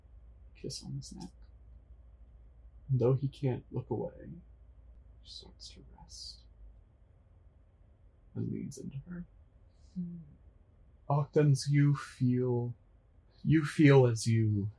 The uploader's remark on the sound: Truly the episode with the highest number of audio crimes yet. Huddle around a single computer.